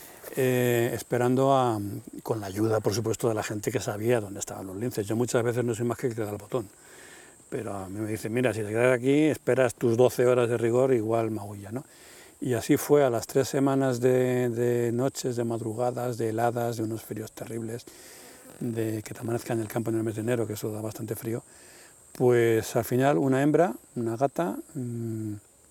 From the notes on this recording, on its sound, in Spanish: Lo grabamos en un bosque de la Sierra de Guadarrama una tarde de verano.